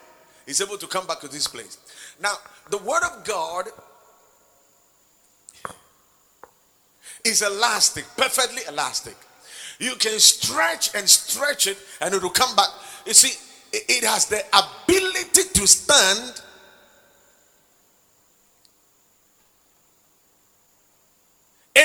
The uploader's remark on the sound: Preached at the Watered Garden Church in Takoradi